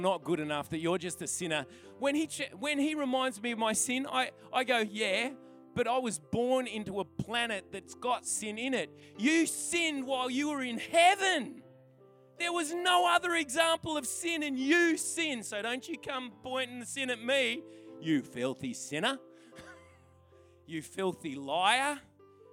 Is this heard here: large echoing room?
yes